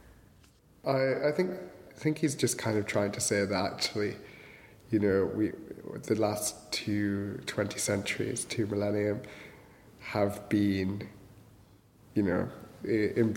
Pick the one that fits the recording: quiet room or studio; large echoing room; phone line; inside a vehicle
large echoing room